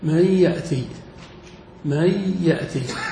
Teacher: فأدغمنا النون في الياء. هذا ليس إدغام متماثلين، نون وياء إدغام متقاربين.